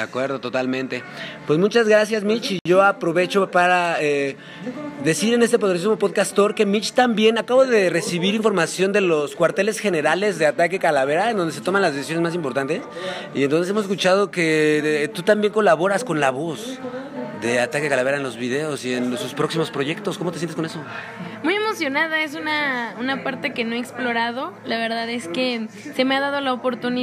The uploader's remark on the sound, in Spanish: En Vivo En el Bazar Cannábico en Capitán Gallo